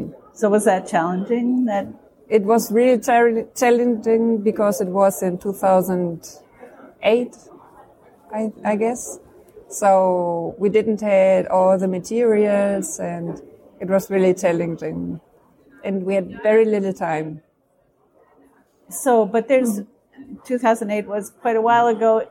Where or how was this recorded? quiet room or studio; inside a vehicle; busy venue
busy venue